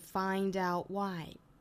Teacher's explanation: you find outwhy， find 双元音 i 的发音， find out 连读， find outwhy， find outwhy， out 尾音的 t 呢我们做省音的处理